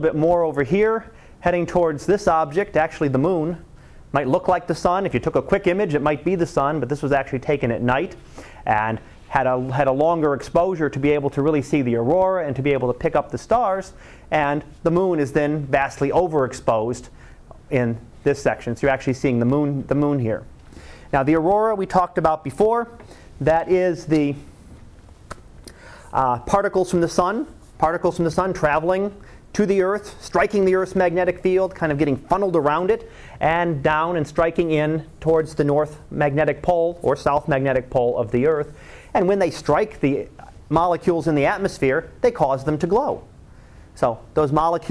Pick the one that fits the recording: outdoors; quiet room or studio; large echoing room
large echoing room